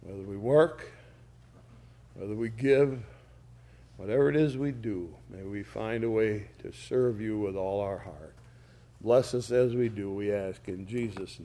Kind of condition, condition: setting, large echoing room